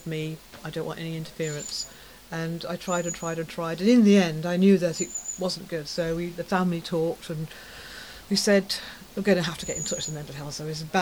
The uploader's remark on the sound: Recorded on the balcony of the home